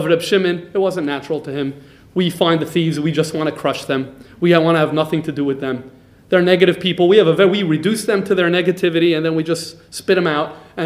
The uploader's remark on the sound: This lecture was recorded live by Jewish Multimedia Library. JML, Melbourne Australia.